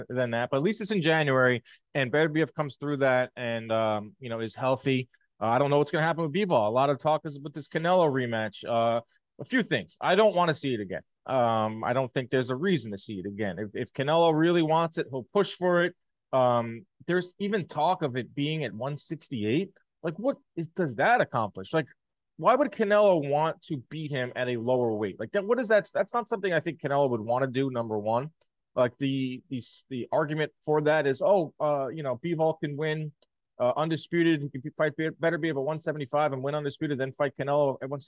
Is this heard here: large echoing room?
no